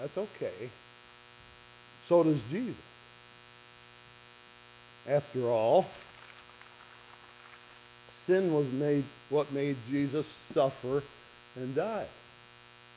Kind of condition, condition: setting, large echoing room